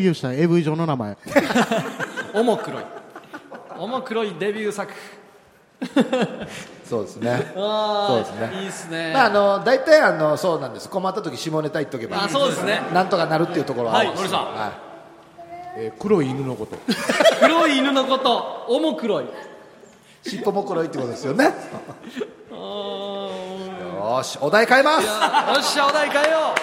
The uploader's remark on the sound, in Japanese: 公開収録ほぼノーカット版。最初で最後の公開収録のほぼノーカット版です。大盛り上がりの会場の雰囲気を余すところなくお伝えしたかったのですが。